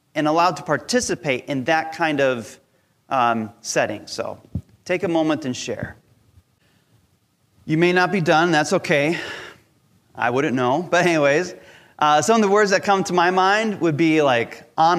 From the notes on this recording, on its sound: Recorded from our Sunday Service Live Stream.